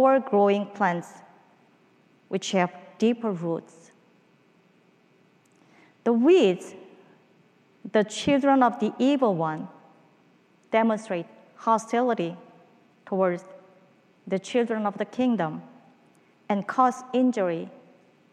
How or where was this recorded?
large echoing room